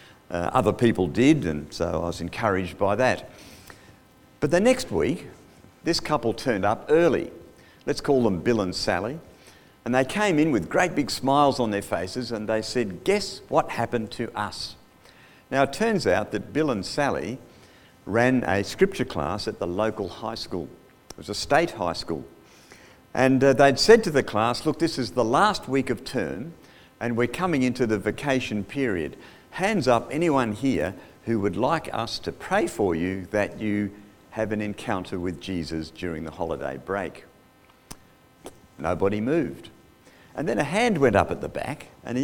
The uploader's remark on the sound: Audio recorded live at The King's Way Christian Fellowship, Wantirna, Melbourne, Australia.